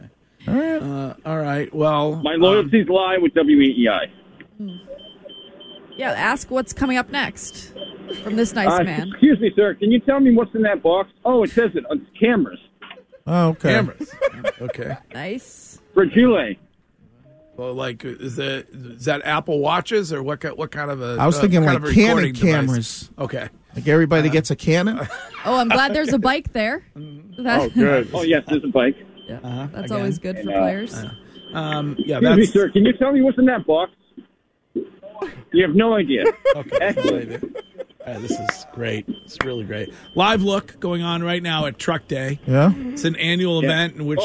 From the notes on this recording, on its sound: braves the cold and crowds to report live at Fenway for truck day